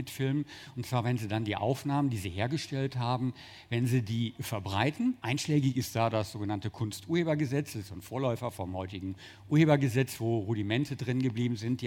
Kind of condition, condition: setting, busy venue